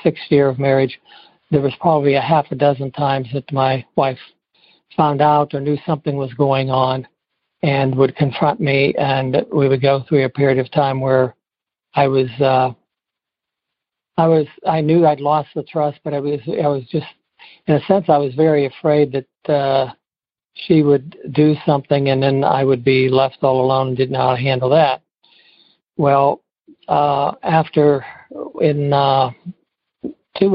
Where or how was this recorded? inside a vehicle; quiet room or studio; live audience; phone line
phone line